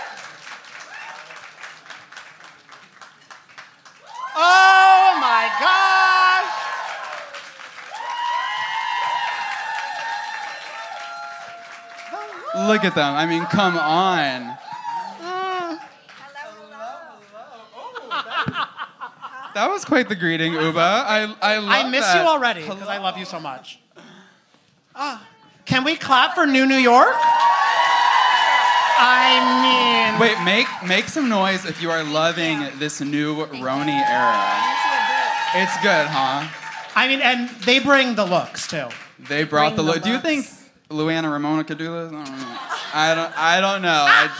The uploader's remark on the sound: "Virtual Reali-tea" welcomed some fabulous fashionistas from the Bravo universe to join us live in person and on stage in NYC.